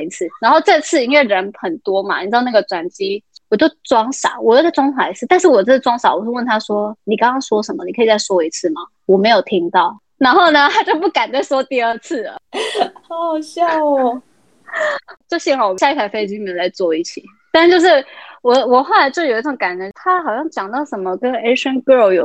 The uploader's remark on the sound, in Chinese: 因為她在美國 所以一樣是用遠距離的錄音。錄音品質沒有到很好 而且網路問題也有稍微小卡。